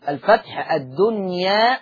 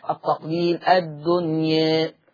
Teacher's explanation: ألف الدنيا فيها الفتح والتقليل